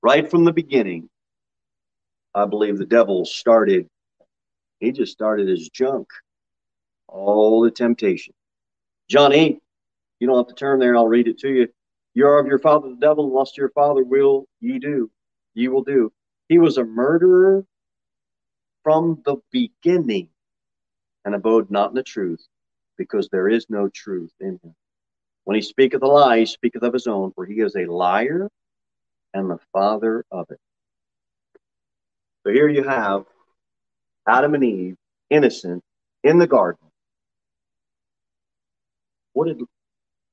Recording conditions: large echoing room